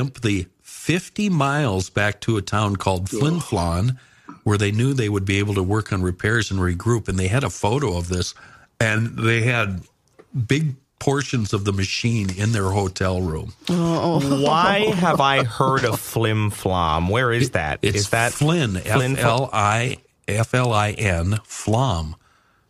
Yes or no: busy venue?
no